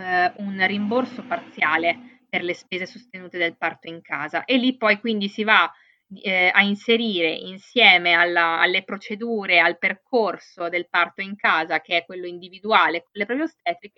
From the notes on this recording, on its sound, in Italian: purtroppo la qualità dell’audio non è ottimale